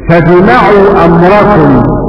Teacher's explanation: بهمزة وصل وفتح الميم